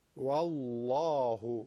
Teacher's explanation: در علم تجوید به درشت ادا کردن لام به جای تفخیم میگن تغلیظ